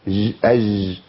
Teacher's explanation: الجيم السهلة اللي هي بدون تعطيش